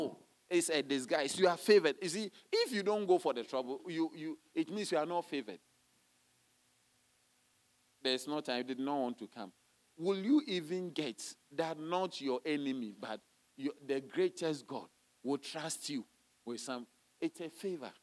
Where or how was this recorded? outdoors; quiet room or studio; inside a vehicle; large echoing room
large echoing room